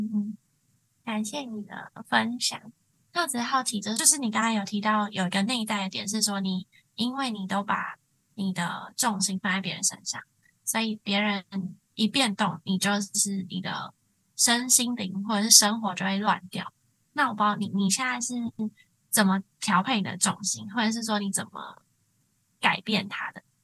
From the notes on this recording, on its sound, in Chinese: 本集採用遠端錄音，網路速度跟錄音品質可能有點影響聲音，再請多多包容～